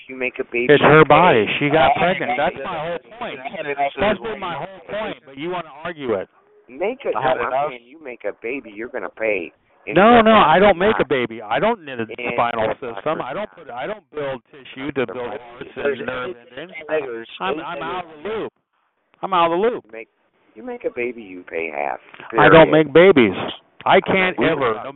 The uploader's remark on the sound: Conference Call